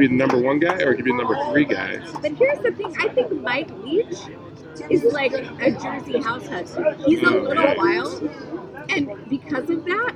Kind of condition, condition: setting, busy venue